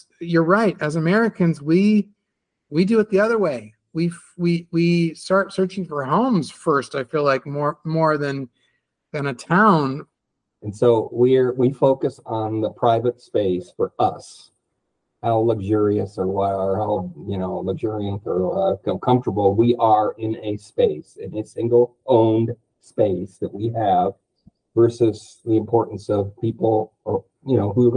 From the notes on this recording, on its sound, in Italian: E mi avete chiamato con FaceTime.